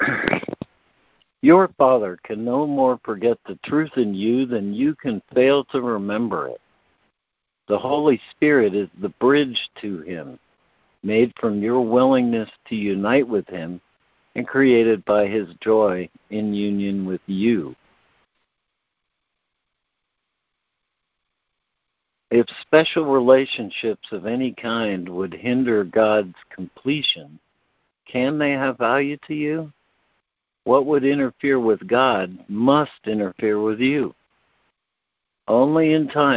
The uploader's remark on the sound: ACIM Daily Conference Call.